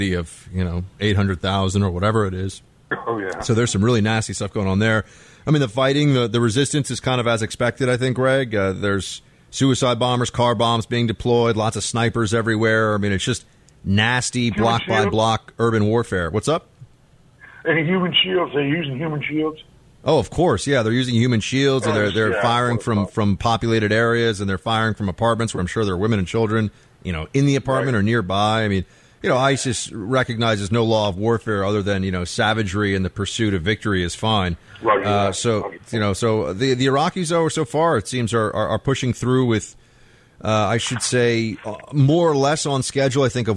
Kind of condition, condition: link, phone line